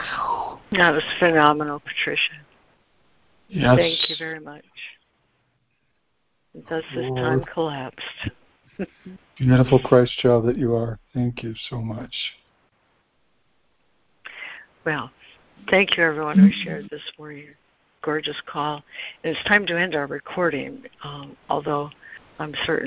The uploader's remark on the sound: ACIM Daily Conference Call.